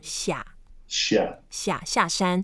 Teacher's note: Xia means down. It's the fourth tone. So you go down.